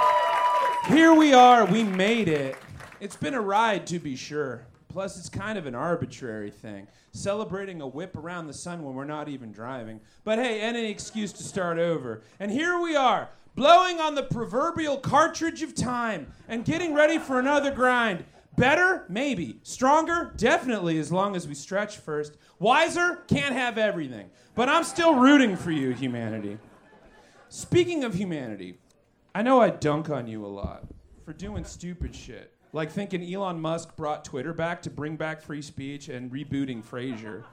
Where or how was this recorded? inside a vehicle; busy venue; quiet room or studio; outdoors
busy venue